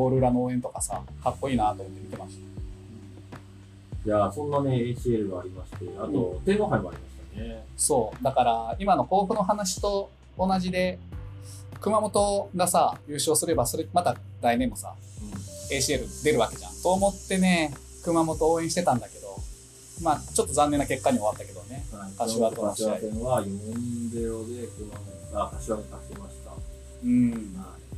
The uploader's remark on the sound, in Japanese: 工事BGM...音質悪くてすいません。